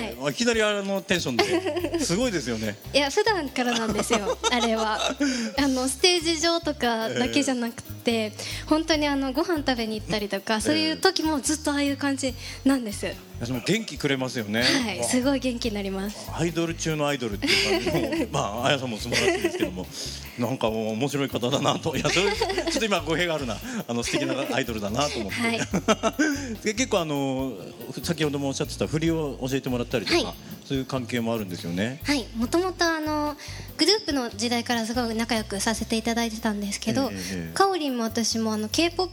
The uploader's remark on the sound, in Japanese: 川崎モアーズ屋上ビヤガーデンをお借りしたライブイベントでの公開収録！